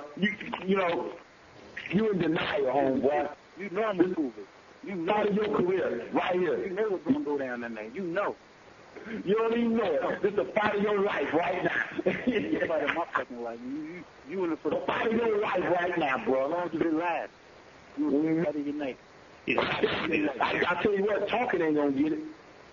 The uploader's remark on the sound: Conference Call